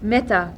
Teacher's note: Short and long, mid, front, unrounded vowels